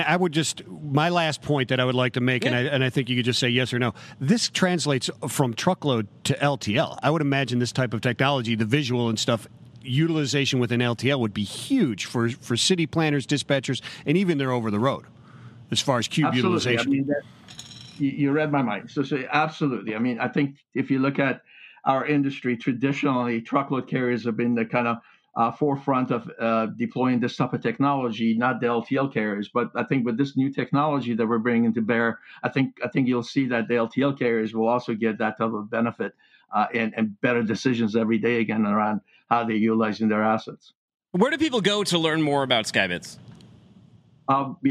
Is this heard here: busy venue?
yes